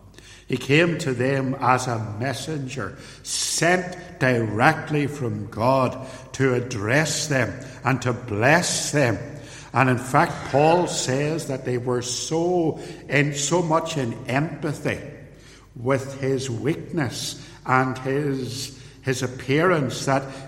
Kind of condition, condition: setting, large echoing room